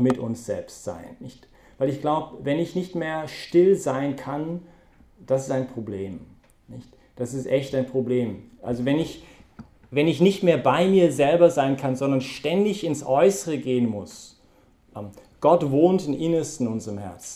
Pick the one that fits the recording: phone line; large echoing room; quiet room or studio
large echoing room